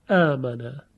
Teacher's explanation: در روایت ورش اگر یادتون باشه در کلماتی مثل آمنه مد طبیعی رو به عنوان مد بدل اضافه تر مد میداد، آمنه، که به تثلیث بدل بود، به قصر و توسط و طول. اما در روایت دوری فقط به قصر است، آمنه، به میزان یک الف